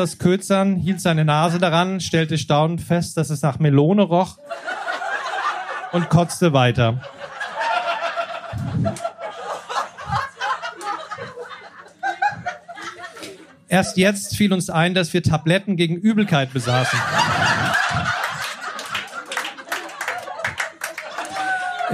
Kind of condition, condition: setting, live audience